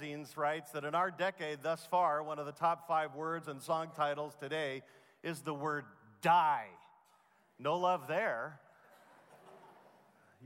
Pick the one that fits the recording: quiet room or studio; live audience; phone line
live audience